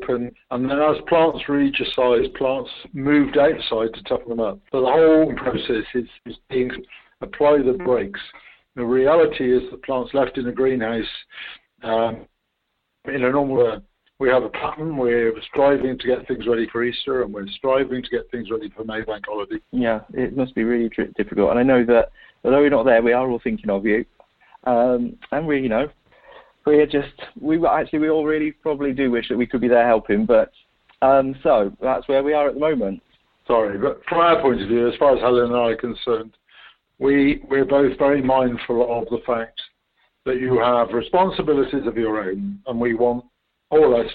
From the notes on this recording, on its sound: This episode is recorded over the phone!